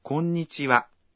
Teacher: कोन्निचिवा यानी नमस्ते में भी हम आखिरी अक्षर को हा लिखते हैं, लेकिन उच्चारण करते समय वा बोलते हैं। इसकी वजह ये है कि ये शब्द दो शब्दों को जोड़कर बना है, कुन्निची और विषय सूचक वा।